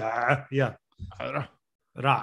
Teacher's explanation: it's what you would call a voiced guttural fricative